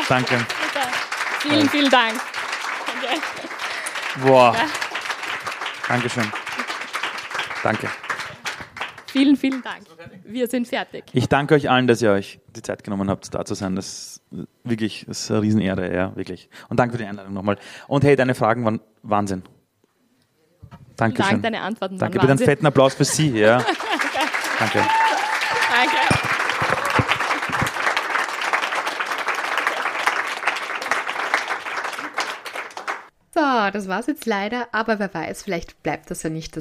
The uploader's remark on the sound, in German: Es ist mein erstes LIVE-Interview vor Publikum. Aufgenommen wurde beim wunderbaren Female Future Festival in Graz letztes Monat.